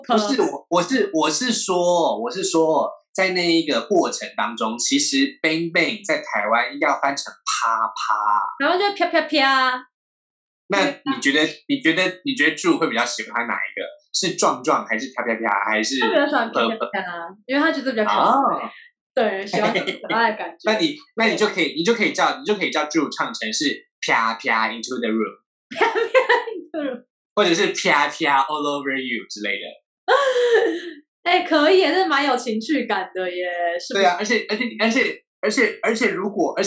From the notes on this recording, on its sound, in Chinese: 本集採遠距錄音，因網路問題，時有斷訊、音訊不良或是雜音狀況產生。